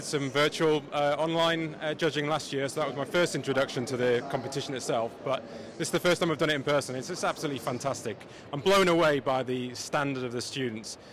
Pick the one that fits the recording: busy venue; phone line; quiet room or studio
busy venue